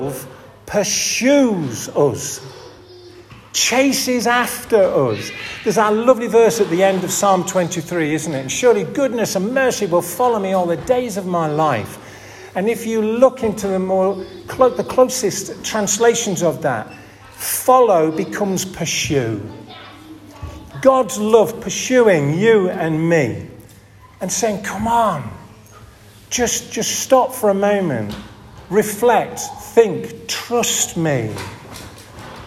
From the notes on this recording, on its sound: This audio recording was taken from the 5th Sunday 10:30 Benefice Celebration service at St Oswald's Church, Askrigg. Where there was the opportunity for the renewing of marriage vows.